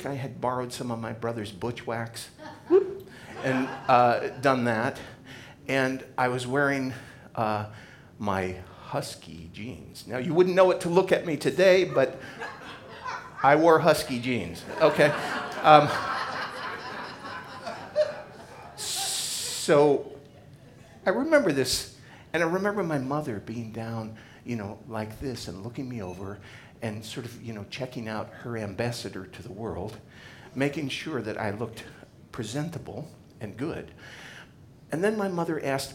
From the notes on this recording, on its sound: Live at The Fremont Theater in Portland, Oregon Portland Story Theater.